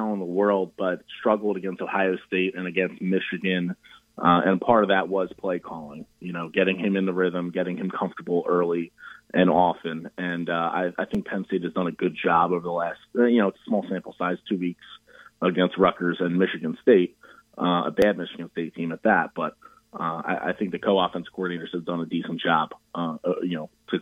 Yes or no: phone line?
yes